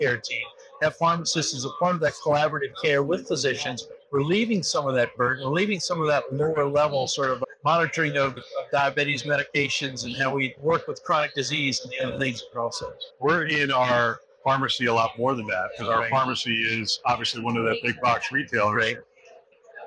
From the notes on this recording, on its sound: Interview in Action live from HLTH